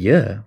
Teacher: When we are making a speech sound y, for example, we are raising the body of our tongue up to the roof of our mouth, but the body of the tongue is not touching the roof of the of the mouth.